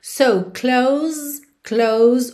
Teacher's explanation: o som termina no S, esse S tem um som de Z, mas o E não é pronunciado